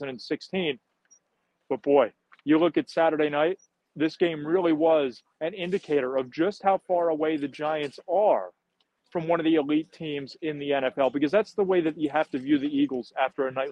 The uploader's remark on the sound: Post Game Live From Lincoln Financial Field. Joins live from Lincoln Financial Field after the Philadelphia Eagles 38-7 victory in the NFC Divisional round of the 2023 playoffs.